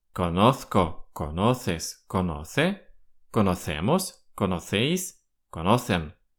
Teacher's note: я произнес эти слова с типичным испанским шепелявением. Этот шепелявый звук произносит практически вся Испания.